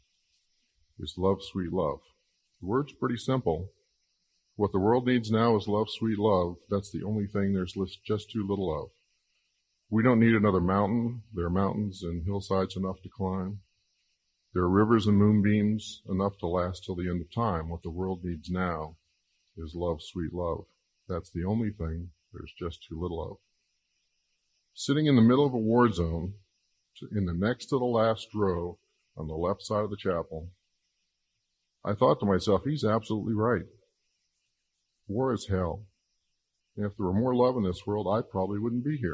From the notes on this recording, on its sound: Chapel Service on 9/13. Listen in to the recording of Grove City College's Chapel service.